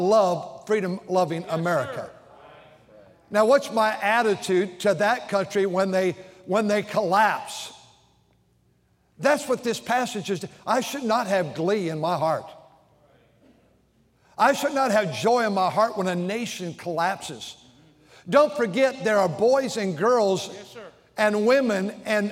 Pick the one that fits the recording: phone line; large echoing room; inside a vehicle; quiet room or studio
large echoing room